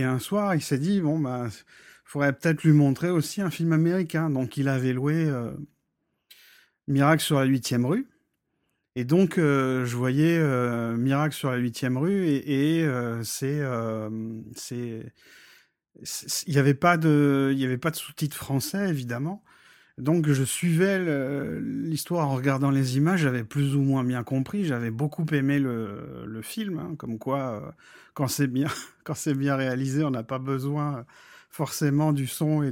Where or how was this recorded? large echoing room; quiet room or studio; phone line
quiet room or studio